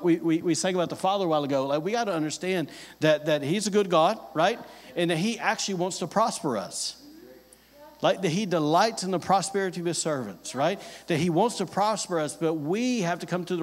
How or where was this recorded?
large echoing room